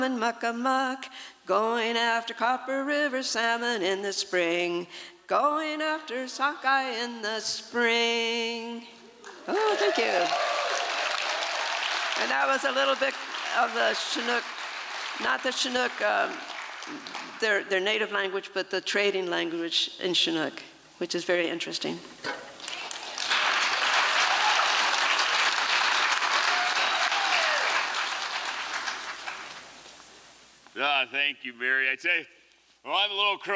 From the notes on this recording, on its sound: From the 2023 FisherPoets Gathering, a set of performances from the Liberty Theatre. At the Liberty Theatre in Astoria, OR as part of the FisherPoetry Archive Project.